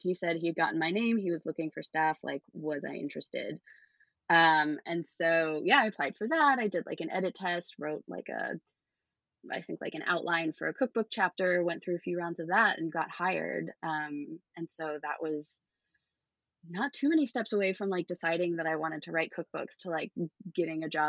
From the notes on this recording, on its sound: This was the second to last of my interviews done with poor internet, so please excuse any audio glitches.